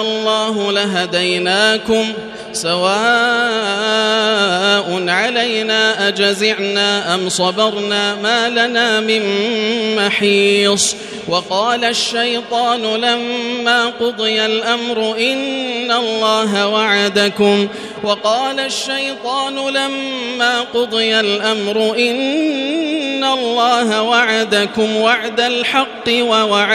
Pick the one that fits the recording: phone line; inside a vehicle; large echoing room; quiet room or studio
large echoing room